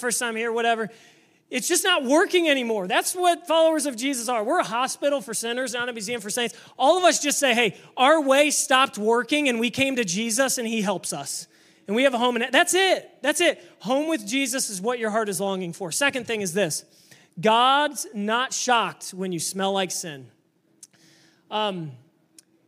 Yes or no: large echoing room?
yes